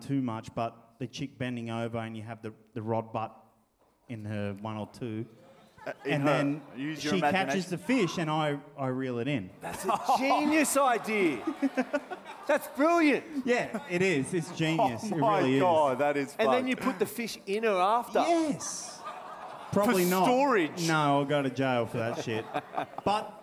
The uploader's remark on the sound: The live show finale!